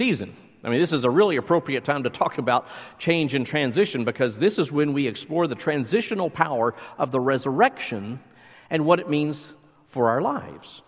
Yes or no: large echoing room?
yes